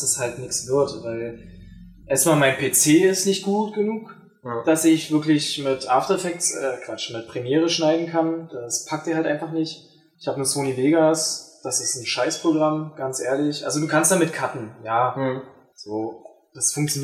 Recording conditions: poor sound quality